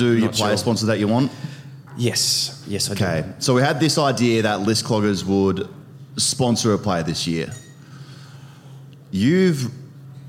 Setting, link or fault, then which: setting, busy venue